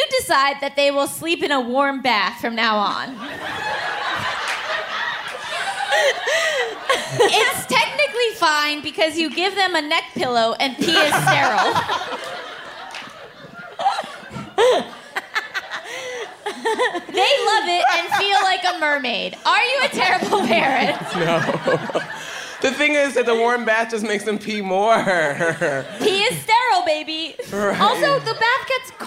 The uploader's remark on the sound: Straight from Philadelphia comes the first LIVE recording of Just Between Us! Riled up by the audience.